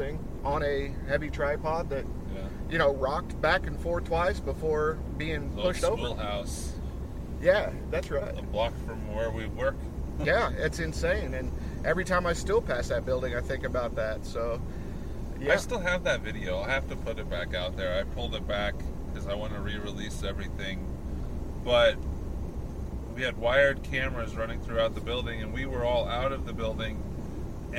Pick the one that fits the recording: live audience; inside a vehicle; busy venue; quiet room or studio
inside a vehicle